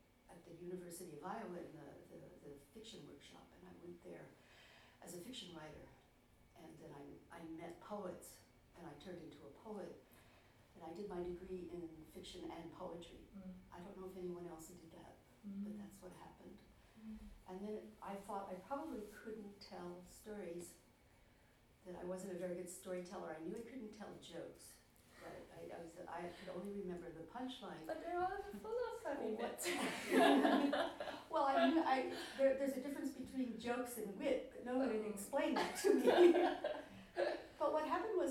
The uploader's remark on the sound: This podcast is a recording of the 2015 StAnza International Poetry Festival Round Table event